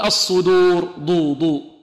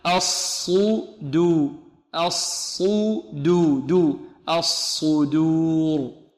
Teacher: البعض يقول الصدور ضو ضو في الدال لأن جار الصاد، خطأ هذا، بل نفخم الصاد وننعم الدال ونخلصها من الصاد · Shown in: second take · نقول الصدو الصدو دو الصدور.